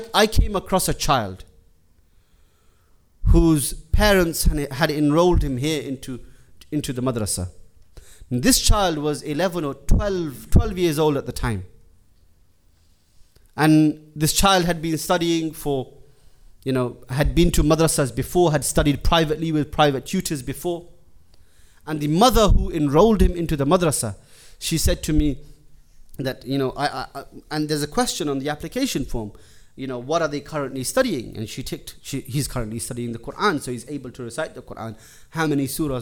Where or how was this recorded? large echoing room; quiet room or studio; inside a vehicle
large echoing room